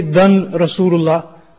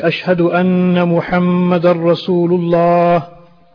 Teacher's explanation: Then the dar Rasulullah, we don't say dan Rasulullah. We don't pronounce the tanween here, but we join it straight onto the ra · Shown in: second take · and we say ashhadu anna Muhammad Rasulullah.